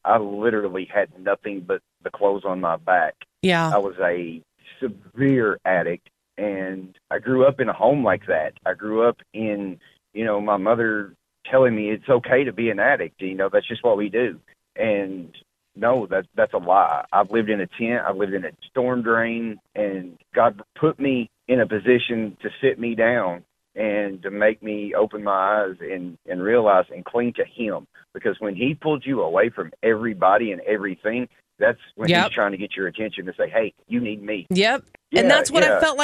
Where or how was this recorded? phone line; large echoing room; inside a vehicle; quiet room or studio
phone line